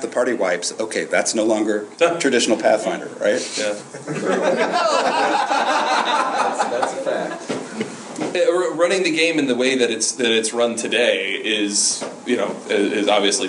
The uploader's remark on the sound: panel at U-Con